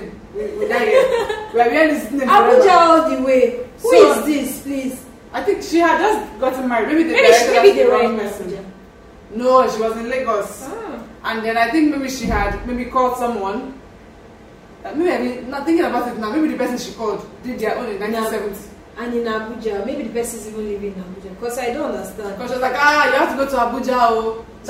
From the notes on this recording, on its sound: Please forgive the background noise.